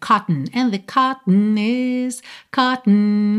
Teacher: O que é interessante a gente reparar é que esse segundo O não tem muita força. Inclusive, na pronúncia americana, ele é realmente suprimido.